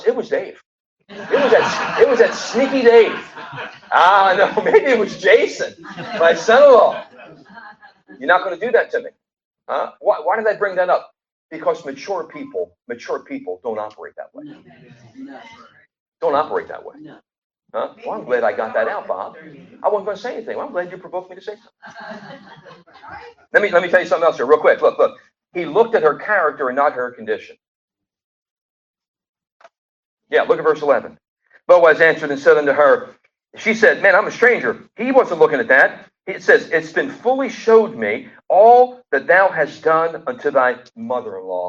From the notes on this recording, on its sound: Sorry about the sound....We should have it better next week.